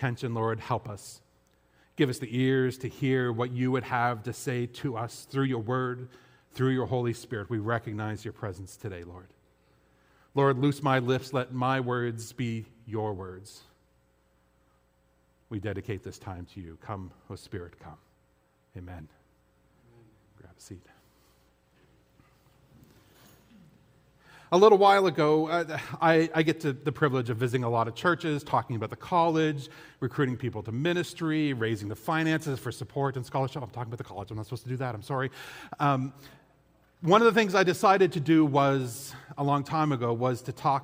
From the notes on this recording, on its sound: This audio was taken from the August 20, 2023 worship service at FBC Charlottetown.